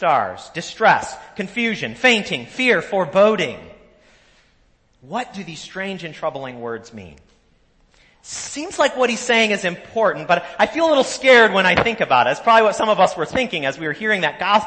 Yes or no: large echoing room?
yes